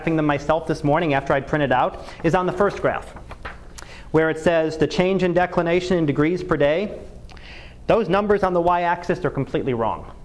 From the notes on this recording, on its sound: Live Class Lecture.